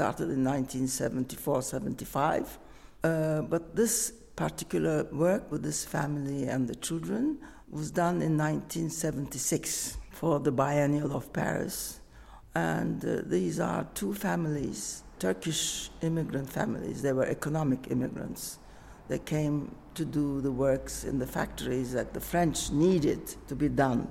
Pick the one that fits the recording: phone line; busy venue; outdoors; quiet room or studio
busy venue